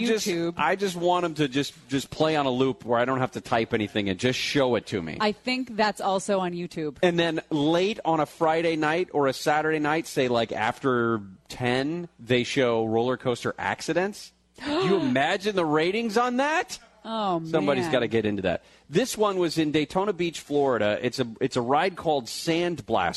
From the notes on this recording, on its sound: LIVE from The Slidebar in Fullerton for another News & Brews!